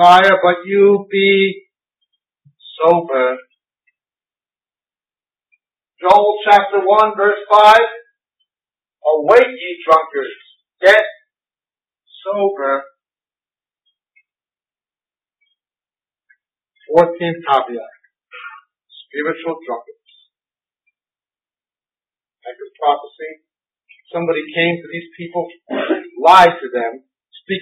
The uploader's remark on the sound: This five-part series was recorded at a conference sometime between 1996 and 2002. We apologize for the audio quality on this recording. It does get better as you go further in.